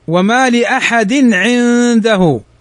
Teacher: تنوين بعده العين، والعين من حروف الإظهار، فتكون هنا إظهار تنوين بعده العين.